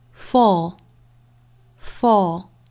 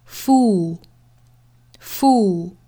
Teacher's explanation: 前面的呢都是松口的松元音 o，后面的这个呢都是紧元音长元音 u